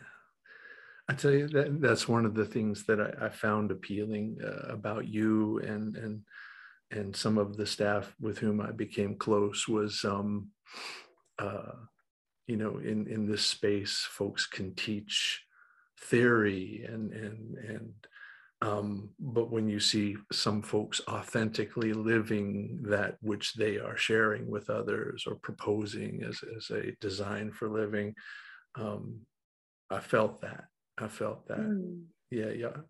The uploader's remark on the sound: Recorded 12.10.2021 from Raleigh, NC & Asheville, NC on Zoom